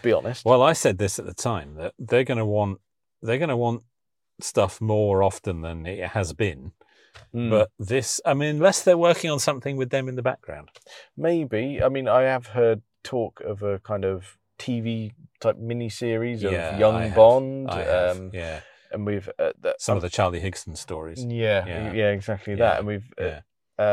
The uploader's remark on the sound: new car while we're out for a spin!